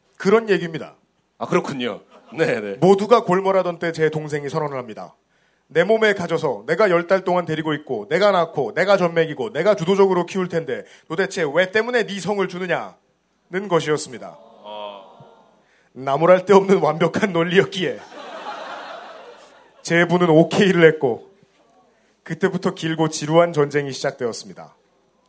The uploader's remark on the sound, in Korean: 200회 특집 공개방송